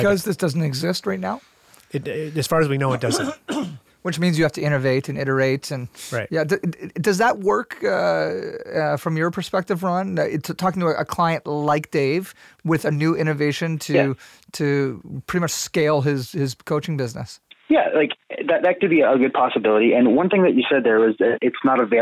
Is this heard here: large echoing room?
no